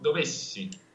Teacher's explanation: La Spannung, la tensione va avanti anche attraverso la S, e non dovessi, questo no, dovessi. So even though the S is not voiced, a singer has to really keep the energy going through that.